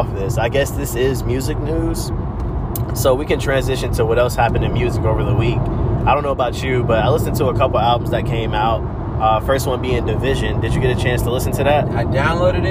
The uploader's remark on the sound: as we ride in the whip (never did I think I would do a podcast in the car lol)